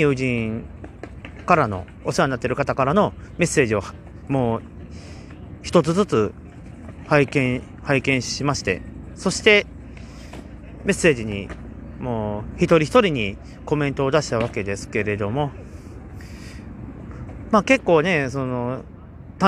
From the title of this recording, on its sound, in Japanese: 今回は神戸メリケンパークからの収録ですねん